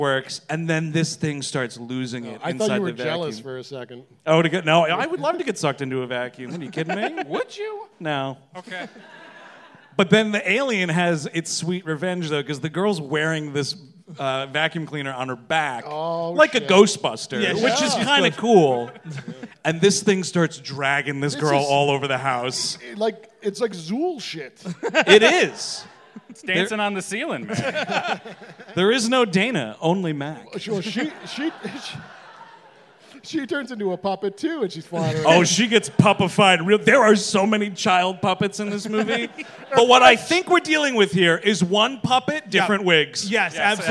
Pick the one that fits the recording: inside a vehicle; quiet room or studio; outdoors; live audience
live audience